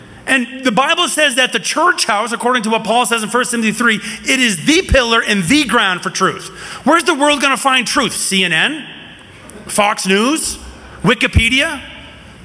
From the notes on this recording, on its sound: from the 2023 Southwest Men's Conference, No Surrender